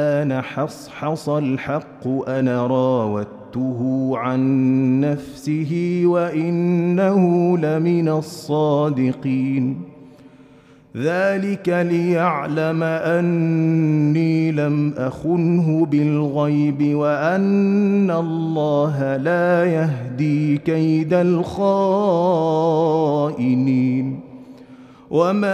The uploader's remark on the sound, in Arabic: مسجل من صلاة التراويح بمسجد السلام بحي مشرفة بجدة